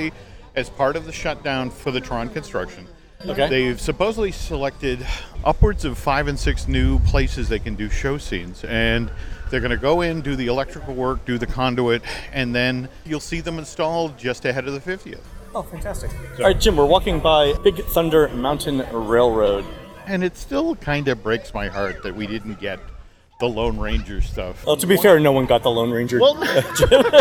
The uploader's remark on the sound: Continue their audio tour of the 2018 version of WDW’s Magic Kingdom with a stroll along the Rivers of America.